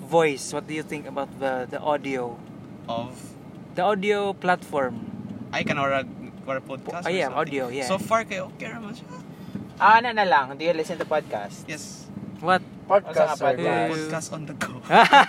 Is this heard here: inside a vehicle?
yes